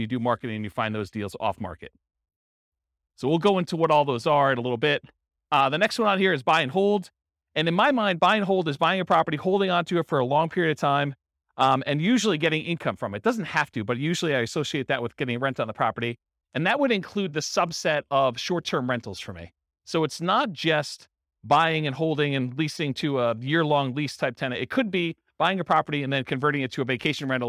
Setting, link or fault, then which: setting, live audience